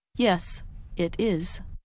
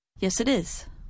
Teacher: those three words, yes, it is, can sound like one word · Shown in: second take